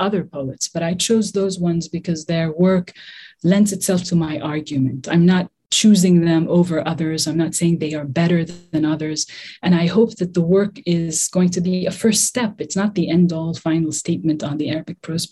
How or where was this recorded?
video call